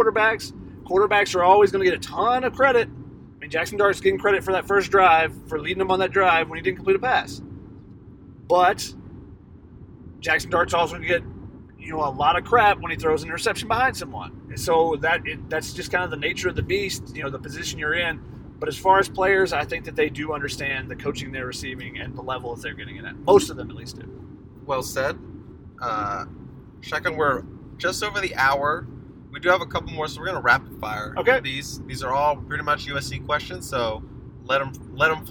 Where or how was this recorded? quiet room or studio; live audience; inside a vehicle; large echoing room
inside a vehicle